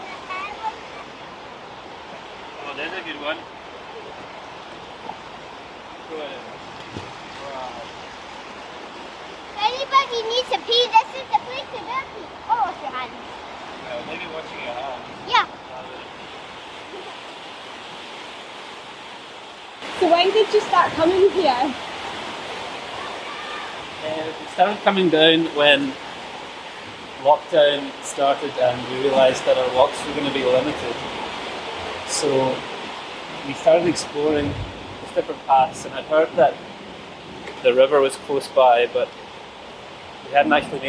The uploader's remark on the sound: On a riverside adventure by the Clyde. Continues their journey along the River Clyde with an afternoon cycle.